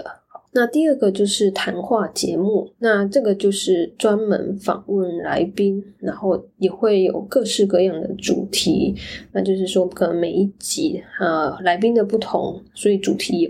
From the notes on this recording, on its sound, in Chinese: 本集錄音沒開到麥克風，變成用Mac筆電內建麥克風錄音。